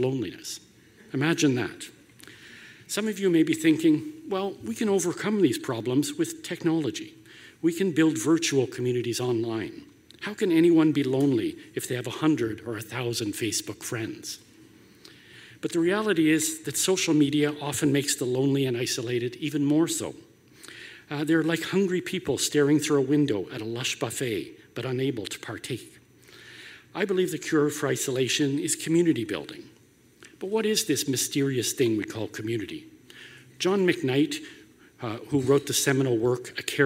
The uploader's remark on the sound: spoke at The Walrus Talks Healthy Cities in 2016 in Hamilton, Ontario